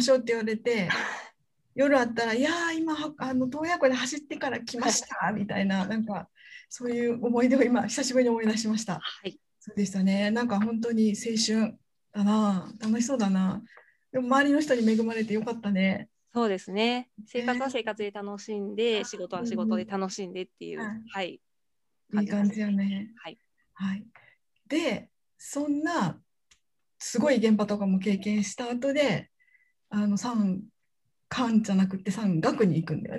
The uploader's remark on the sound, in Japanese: 収録場所： オンライン (Zoom)